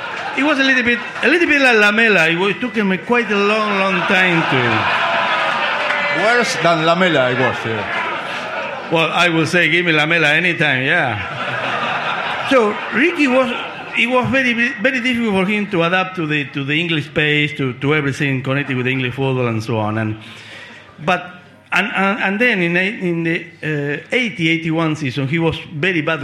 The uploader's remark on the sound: the live show with just 300 very close friends